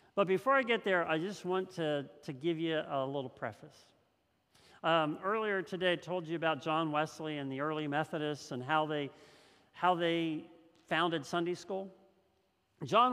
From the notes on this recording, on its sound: This message was first preached on November 21st 2021 at Linglestown Life Church in Harrisburg PA.